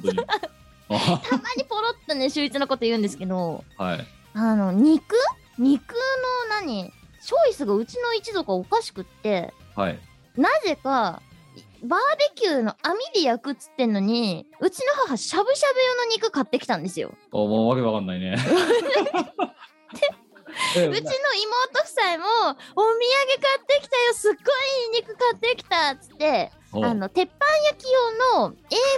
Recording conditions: video call